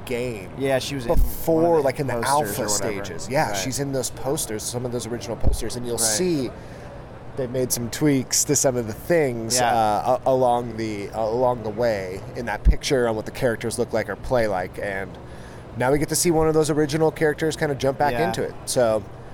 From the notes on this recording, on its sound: The Joystick Club are LIVE from Anaheim,CA at #BlizzCon2018! We played the demos, walked the floor, watched a lot of #OverwatchWorldCup and even had Mike Morhaime walk by while we were taping.